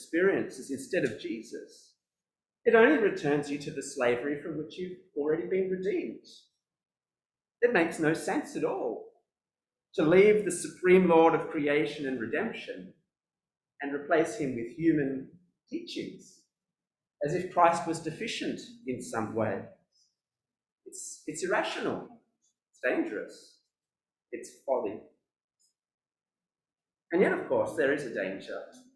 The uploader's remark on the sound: This sermon was preached at New Covenant City Church on 27th February 2022.